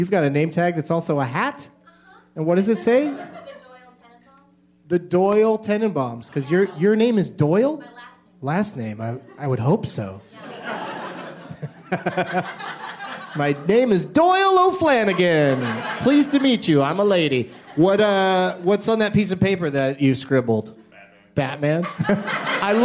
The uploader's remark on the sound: Live from Stage 773 at the Chicago Just For Laughs festival